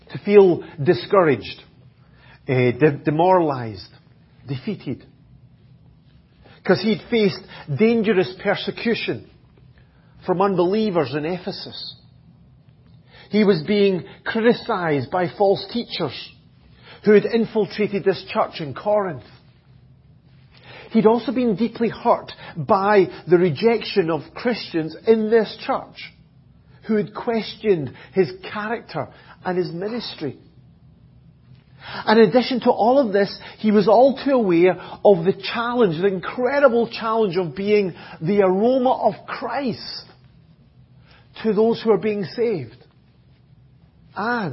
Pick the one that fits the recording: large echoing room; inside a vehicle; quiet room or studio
large echoing room